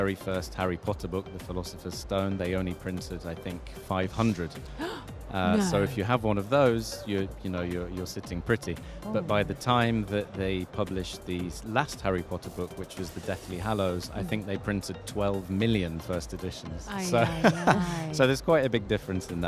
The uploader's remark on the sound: Live from Sharjah International Book Fair 2023